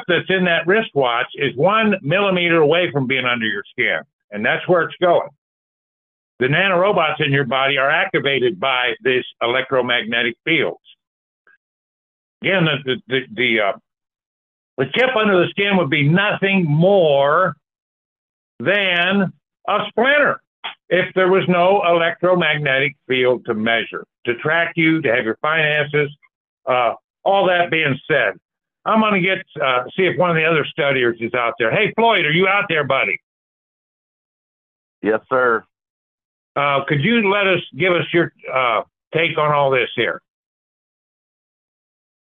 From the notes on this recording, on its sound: The Sunday December 10, 2023 Call in Bible Study.